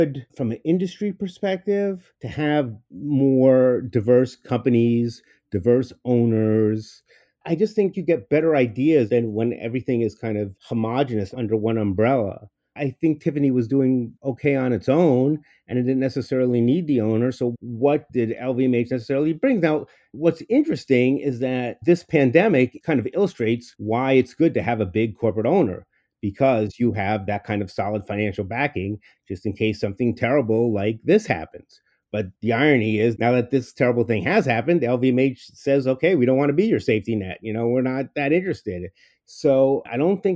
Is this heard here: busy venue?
no